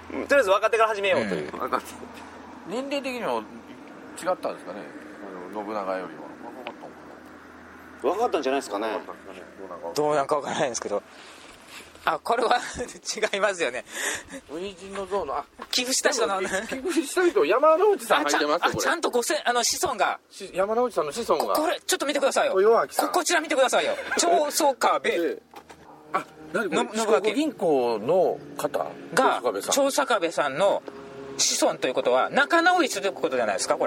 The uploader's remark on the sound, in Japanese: 高知県の観光スポットでロケ収録その１（四国霊場第31番札所・竹林寺、桂浜、長宗我部元親初陣の像）。高知県の観光名所に実際に行って収録をするという企画です。